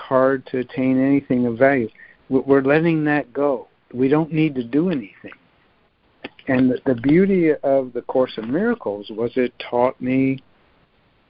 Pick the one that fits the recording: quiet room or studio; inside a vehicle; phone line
phone line